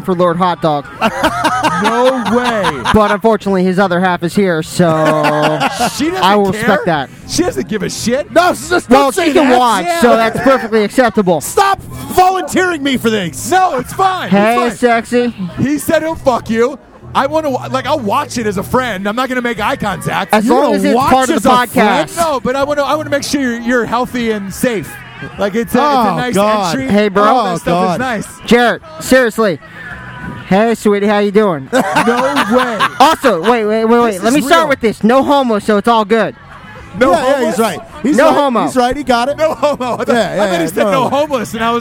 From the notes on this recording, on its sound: live from the Army/Navy tailgate partying with everyone in town for the game